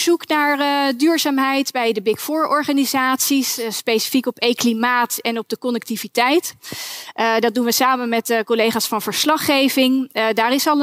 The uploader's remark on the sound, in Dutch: Laat je meeslepen in een informatieve en spannende discussie tijdens de NBA Ledenvergadering, live vanuit de Jaarbeurs, Utrecht.